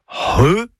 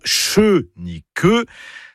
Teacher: C'est le C'H qui sert à écrire le son RE, et donc pas CHE ni QUE, c'est RE. C'est un gros H aspiré. · Shown in: first take · Pensez à un hangar, hein, voilà, comme ça, ça va vous aider.